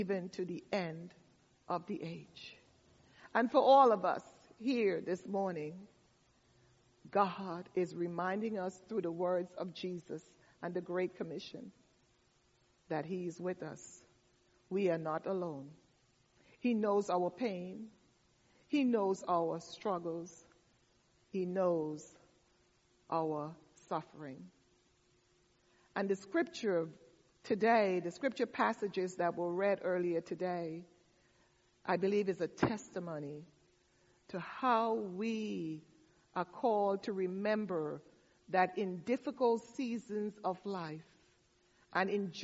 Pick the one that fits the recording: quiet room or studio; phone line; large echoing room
large echoing room